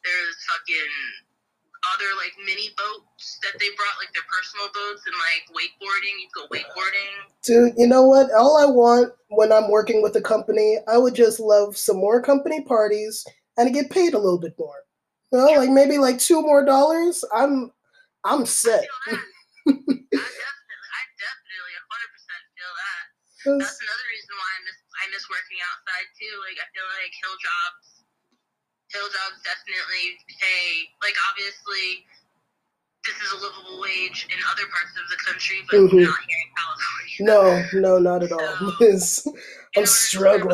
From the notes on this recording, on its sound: We had some technical difficulties while recording. I did my best with editing.